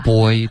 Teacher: Boy 发成了 by, OK,是要注意嘴唇的滑动